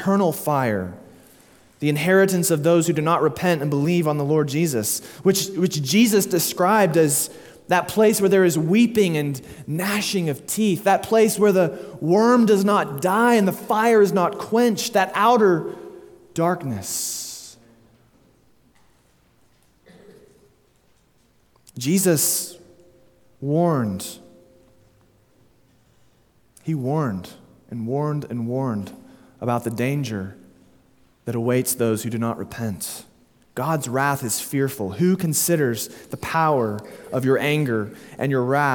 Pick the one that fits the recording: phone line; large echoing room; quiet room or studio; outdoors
large echoing room